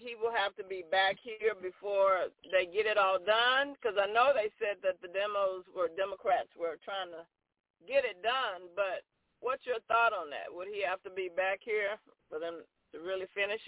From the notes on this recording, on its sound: TNTSuperfantastic Conference Call.